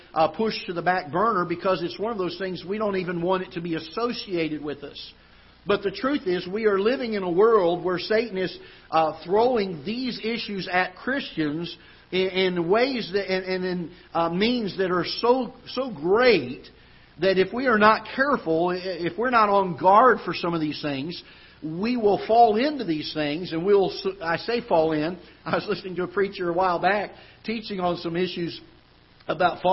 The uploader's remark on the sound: Ketha Heights Baptist Church ~ Live Broadcast